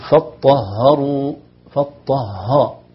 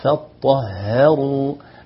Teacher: الهاء مرققة ولا ينبغي أن تتأثر بالطاء قبلها · Shown in: second take